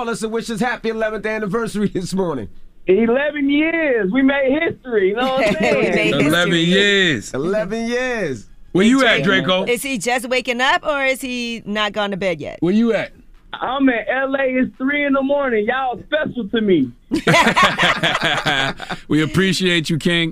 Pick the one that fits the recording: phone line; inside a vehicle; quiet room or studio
phone line